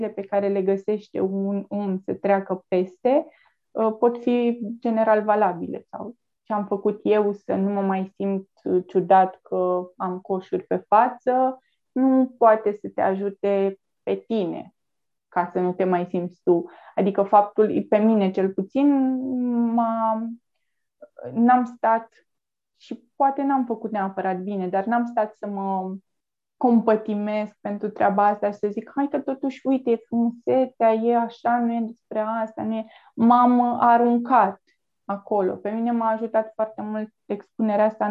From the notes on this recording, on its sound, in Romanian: Înregistrările sunt realizate pe Zoom, ne cerem scuze pentru posibilele întreruperi.